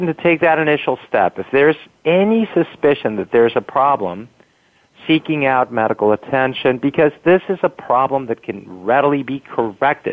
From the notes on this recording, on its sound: It’s an hour of listener calls. This week, for the first time, we’re allowing listeners to call in and tell us what issues are on their minds. Now we’re opening up the phone lines to talk with you about the things that are on your mind.